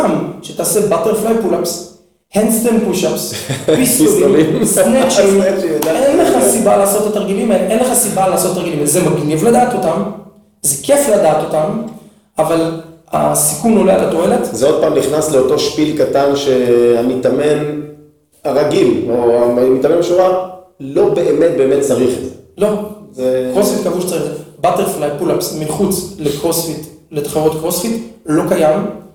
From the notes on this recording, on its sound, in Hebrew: הפרק הראשון סובל מחבלי לידה, הד קל בהקלטה.